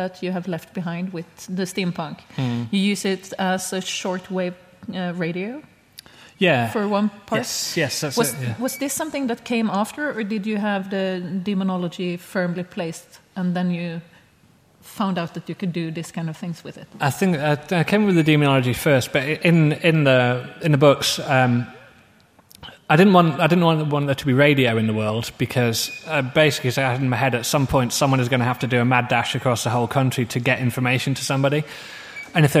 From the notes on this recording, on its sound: Guest of honour interview. At Swecon 2014 – the Steampunk festival in Gävle, Sweden.